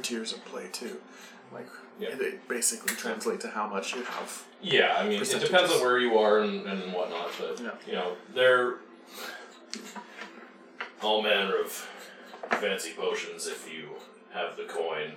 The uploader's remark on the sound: Once again, apologies for the microphone noises. This episode was recorded in person, and fitting 7 people into a small space with one microphone presents a whole new list of challenges.